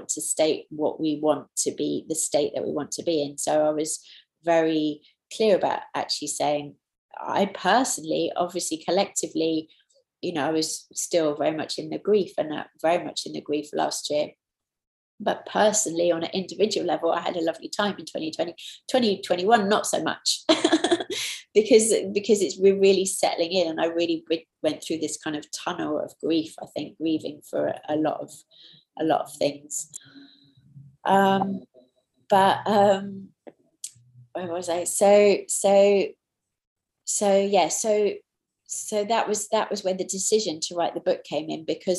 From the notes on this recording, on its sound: Taken from the New Year Online Retreat.